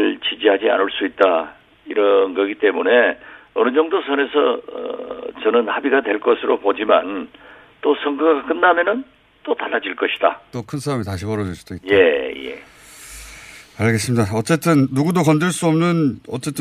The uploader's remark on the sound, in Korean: 전화연결